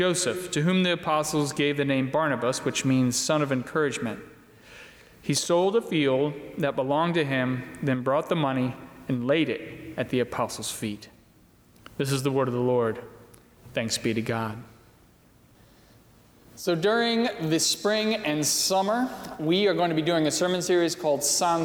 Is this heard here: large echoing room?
yes